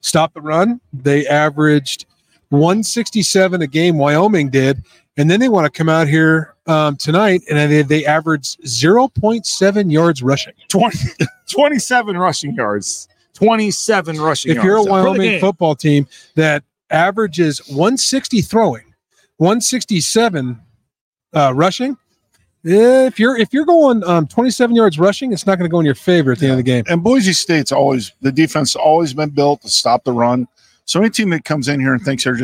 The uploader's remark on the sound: LIVE at The James Kitchen and Bar.